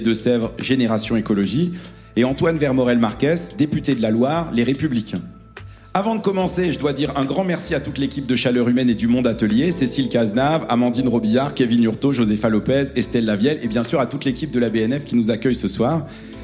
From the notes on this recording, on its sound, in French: enregistrement en public de Chaleur humaine, le 21 novembre 2023 à Paris, à la Bibliothèque nationale de France